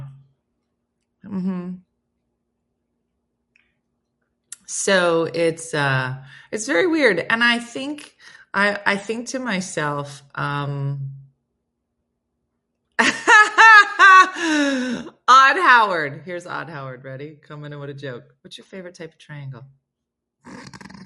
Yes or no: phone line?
no